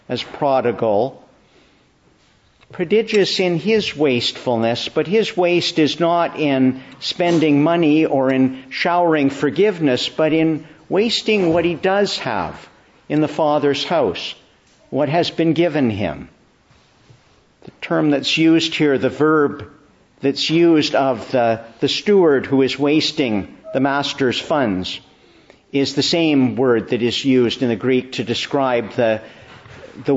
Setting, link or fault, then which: setting, large echoing room